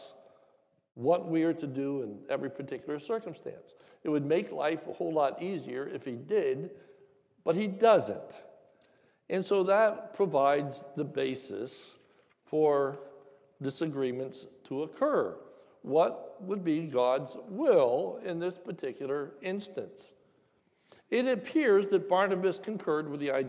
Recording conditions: large echoing room